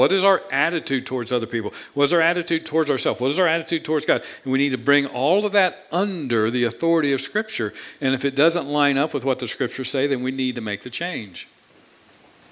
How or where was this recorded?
large echoing room